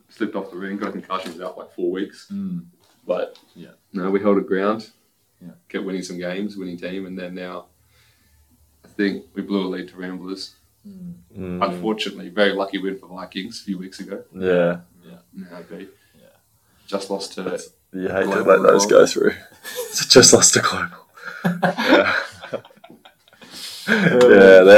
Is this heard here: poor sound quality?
yes